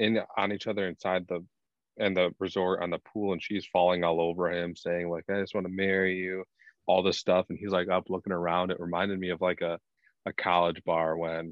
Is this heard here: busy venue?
no